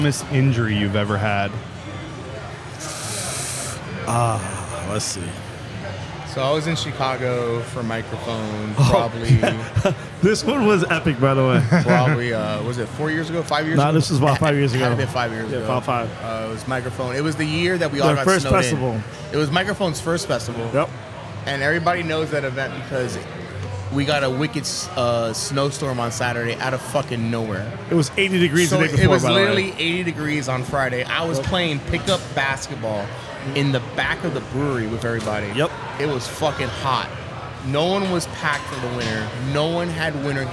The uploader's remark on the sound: This is the second of three episodes recorded at Xul Beer Company during the weekend of their Kill The Lights festival.